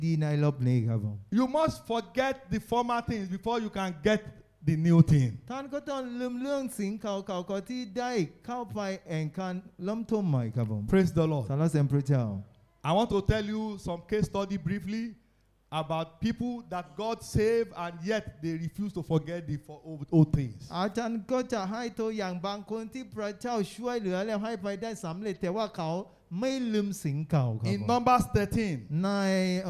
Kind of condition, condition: setting, live audience